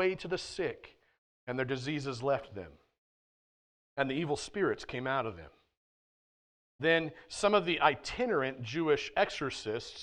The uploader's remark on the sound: at The Well, an SBC, Converge Heartland church in Hastings, NE.